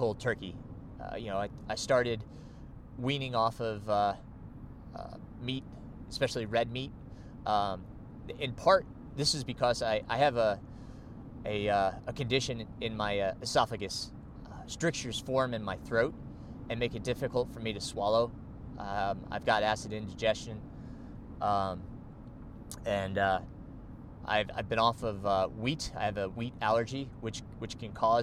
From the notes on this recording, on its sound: I recorded this episode while driving to NY to compete at the 50k National Road Championships.